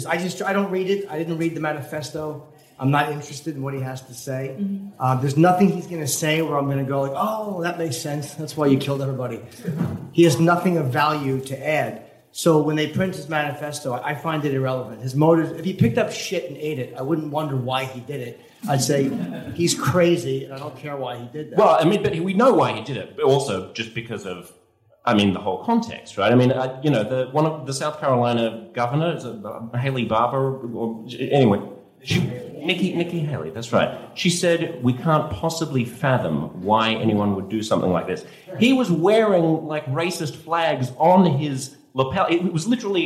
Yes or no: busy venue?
yes